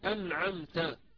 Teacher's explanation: أنعمت هذه النون وهذه الميم الساكنتين المظهرتين أيضا فيهما صوت للغنة. فإذا ما أردت أن تقرأ كلمة أنعمت وأغلقت الأنف أو الخيشوم ستجد أن الصوت عند النون والميم اضطرب واختلف وكأنه يعني حاول أن يخرج من الخيشوم فمنع. · Term: الغنة الأصلية